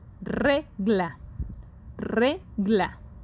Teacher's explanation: Re es la sílaba tónica que no lleva un acento escrito, pero que sí lo escuchamos al pronunciarlo. Es un acento prosódico.